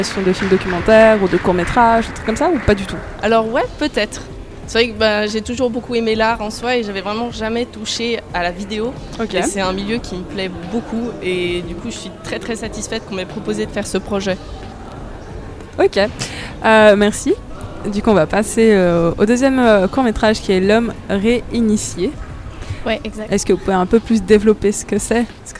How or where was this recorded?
busy venue